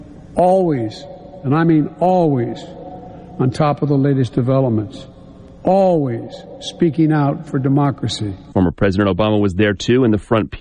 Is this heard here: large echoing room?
no